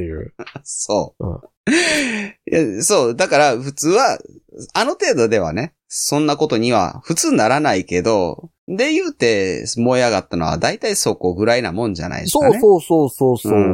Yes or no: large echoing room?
no